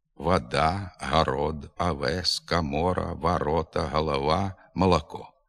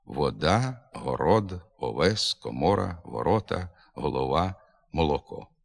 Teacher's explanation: «Корова», «коза», «молодий», «дорога». У деяких північних говорах ненаголошений «о» вимовляється як «а». · Shown in: first take